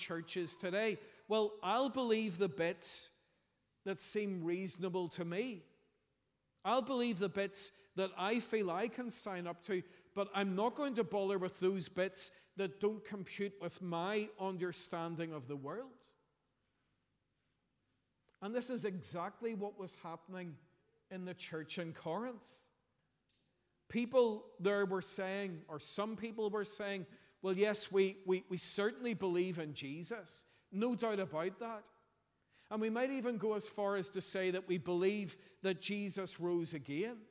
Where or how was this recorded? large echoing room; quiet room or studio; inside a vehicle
large echoing room